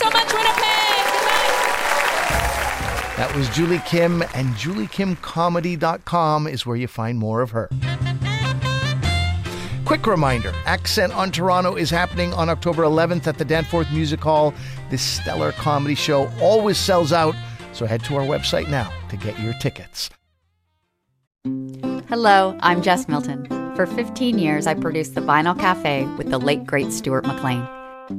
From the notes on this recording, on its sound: Recorded in 2022 at the Shenkman Arts Centre in Ottawa. From the Winnipeg Comedy Festival.